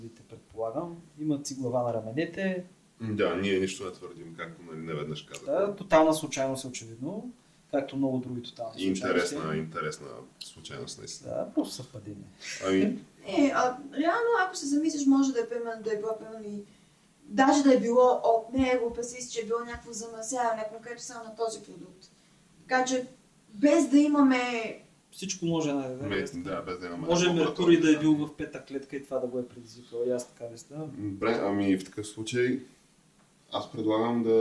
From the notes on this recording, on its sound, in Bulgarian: Понякога епизодът се получава толкова добре, че няма как да го изхвърлиш, дори когато тотално си прецакал звука.